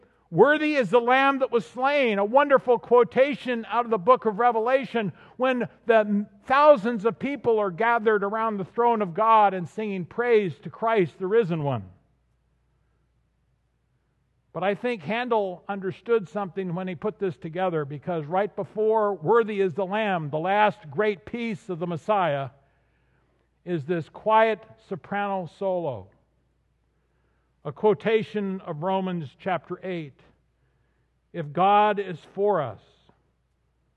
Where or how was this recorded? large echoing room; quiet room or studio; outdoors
large echoing room